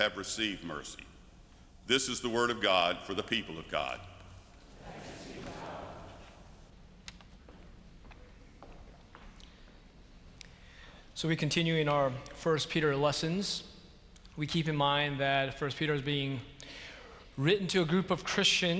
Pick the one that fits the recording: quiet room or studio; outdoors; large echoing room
large echoing room